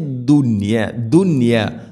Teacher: ദുനിയ എന്നത് ഒറ്റ പദത്തിലാണ് നൂനും യാ ഉള്ളത്, അതുകൊണ്ട് അവിടെ ഇദ്ഹാറാണ് ചെയ്യുക. വെളിവാക്കി ഉച്ചരിക്കണം, മണിക്കരുത്.